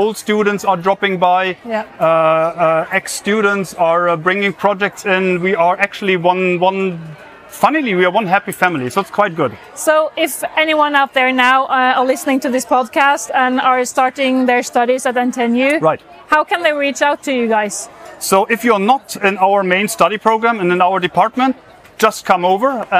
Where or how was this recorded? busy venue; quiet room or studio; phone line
busy venue